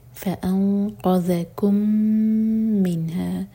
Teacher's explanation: میم اور میم کا ادغام تو میم کا ہول کریں گے نون پر اظہار.